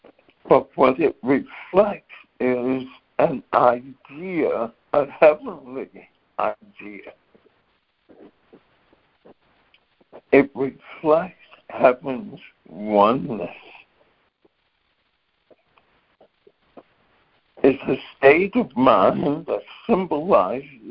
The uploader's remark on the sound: ACIM Daily Conference Call